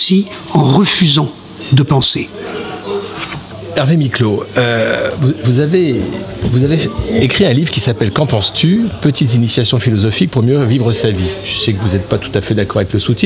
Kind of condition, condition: setting, busy venue